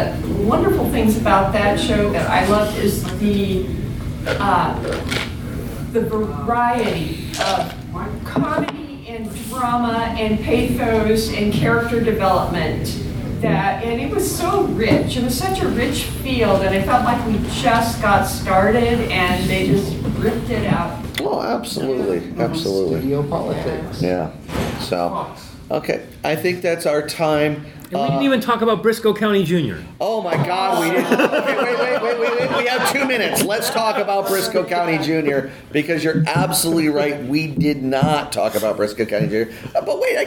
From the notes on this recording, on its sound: A Westercon 69 Panel. Over the July 4th holiday weekend, I was honored to be a program participant at the Westercon convention, an annual literary science fiction convention that travels around the western states from year to year. For 2016, Portland OR won the bid to host Westercon 69.